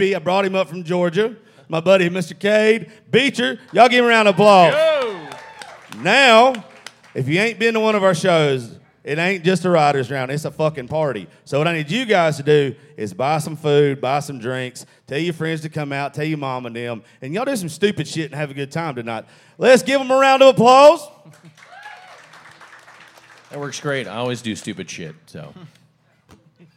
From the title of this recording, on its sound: Rounds At Live Oak In Nashville